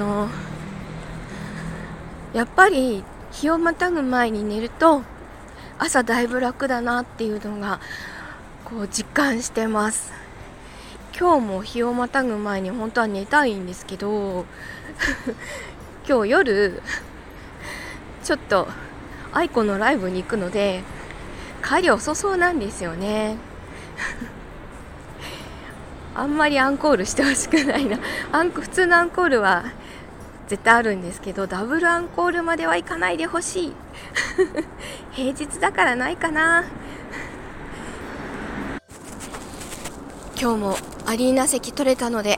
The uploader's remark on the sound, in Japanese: なんだか、雑音入ってます